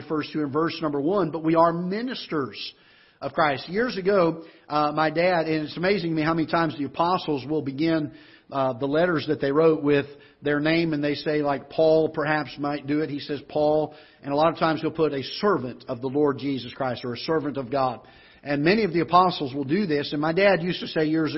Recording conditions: large echoing room